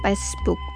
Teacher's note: Obwohl viele Namen der sundanischen Bürger die Buchstaben von F und V verwenden, kann der größte Teil der Sundaner diese Buchstaben nicht aussprechen. Sie sprechen den Klang von F und V mit P aus.